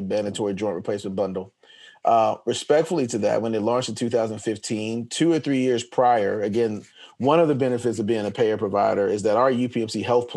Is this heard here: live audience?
no